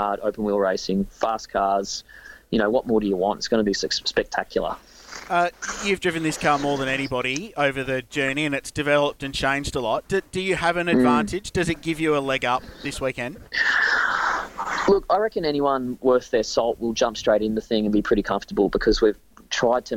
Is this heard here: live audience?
no